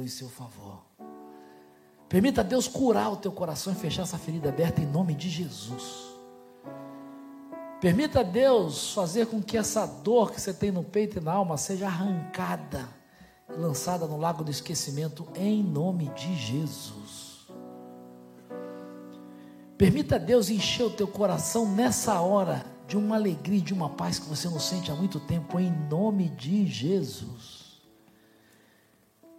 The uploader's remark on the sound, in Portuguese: Celebração ao vivo.